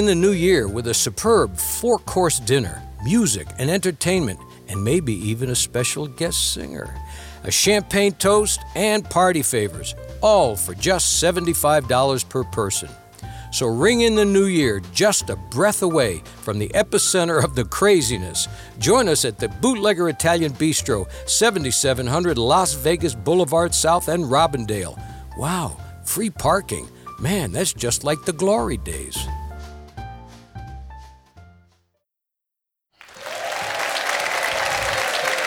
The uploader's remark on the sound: Live at the SouthPoint Casino